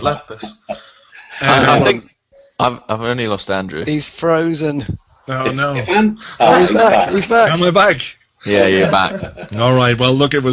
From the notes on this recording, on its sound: Live end of window hangout. Recorded live as a Google hangout.